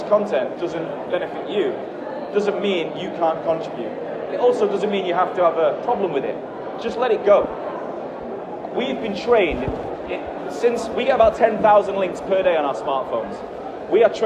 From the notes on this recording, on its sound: In this episode, it's going to be me talking on stage in Germany, in Frankfurt. The sound quality is not as good as normal because I was on stage during that talk.